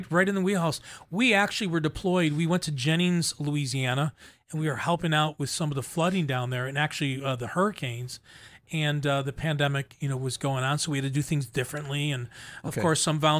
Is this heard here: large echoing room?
no